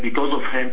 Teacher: The vowel there, instead of being an I vowel, is more an U vowel, and the M is very pronounced.